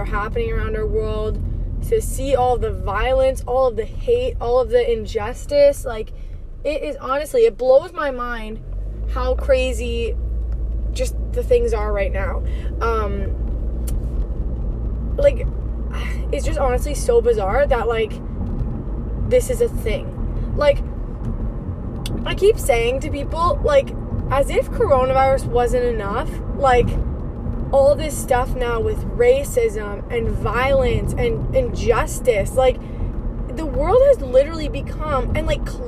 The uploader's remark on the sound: In today’s episode i am driving while podcasting.